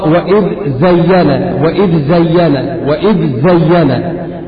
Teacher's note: لا شوف، لا اقرا كده واذ زين، واذ زين، لان الذال لها مخرج والزاي لها مخرج، فالذال من طرف اللسان مع اطراف الثنايا العليا، واما الزاي فهي من طرف اللسان ومن فوق الثنايا السفلى